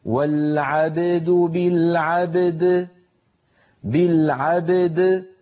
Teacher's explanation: فنقلقل الباء ونقلقل الدال ولا نأتي بإحدى بقلقلة إحدى أحد الحرفين ونهمل الآخر.